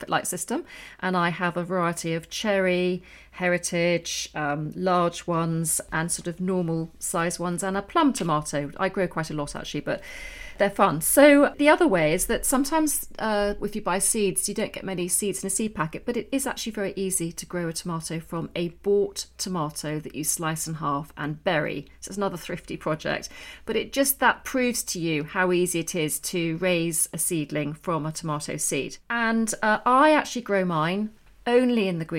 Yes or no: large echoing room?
no